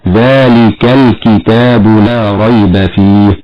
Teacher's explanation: الكاف لا تتولد إلا بشدة يعقبها همس، لأنه لا بد من عمل مطول لفك هذه الشدة وهو الهمس، ويظهر الهمس فيها خاصة إذا كانت ساكنة. · Term: الشدة ثم الهمس